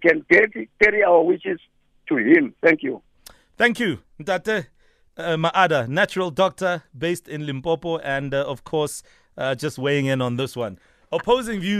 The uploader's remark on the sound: PHONE INTERVIEW